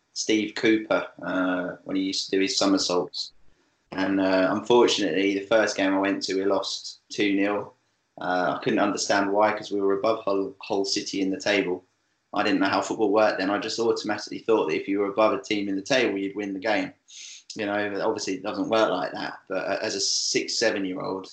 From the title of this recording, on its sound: SkypeCast